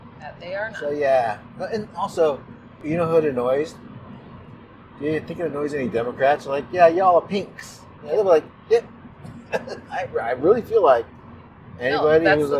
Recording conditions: inside a vehicle